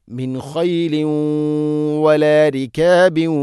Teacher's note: തൻവീനിനെ വ എന്ന അക്ഷരത്തിലേക്ക് കൂട്ടി ലയിപ്പിച്ച് മണിച്ചുകൊണ്ട് ഉച്ചരിക്കണം